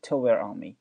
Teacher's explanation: 后面这个 to 呢，我们略读成 t